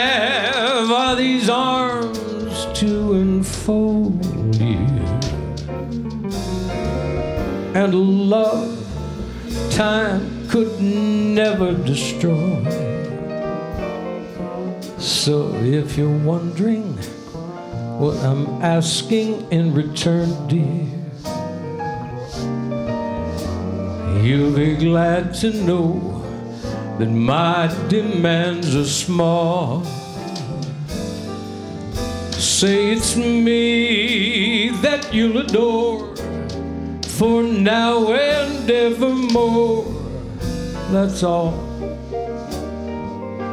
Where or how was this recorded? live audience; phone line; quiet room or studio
live audience